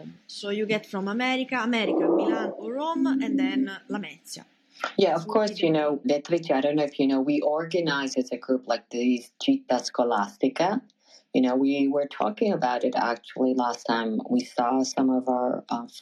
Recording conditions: video call